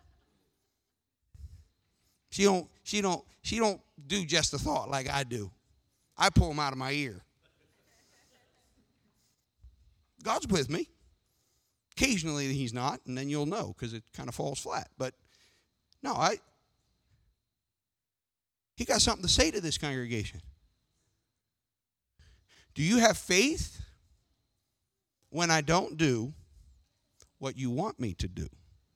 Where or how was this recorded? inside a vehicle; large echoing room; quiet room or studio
large echoing room